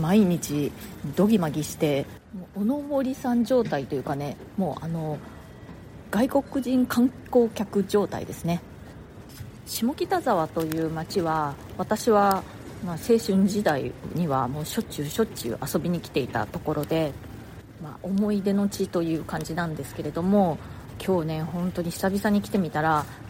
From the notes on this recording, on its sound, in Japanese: 下北沢駅前で録音してます